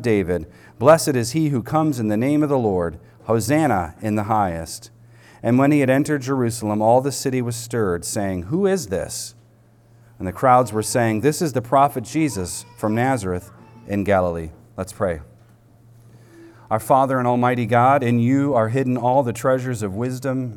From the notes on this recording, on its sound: Recorded on Sunday, April 2nd, 2023, at the weekly worship gathering of Cross & Crown Church.